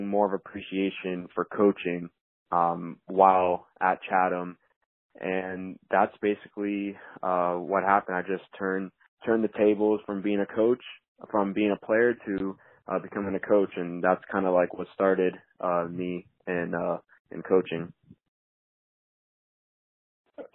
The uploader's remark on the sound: a phone interview